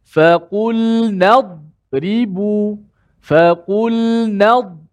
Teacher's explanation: Walaupun huruf dot tu kuat, besar, jangan qalqalahkan dia. Matikan dia dengan bunyikan huruf dot. · Term: huruf dad